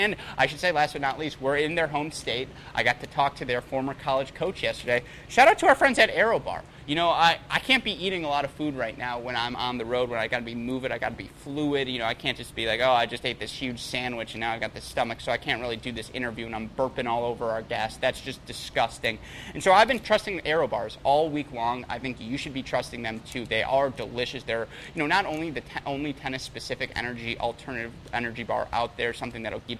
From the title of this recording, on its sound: Live from the Altec Styslinger Tennis Exhibition in Miami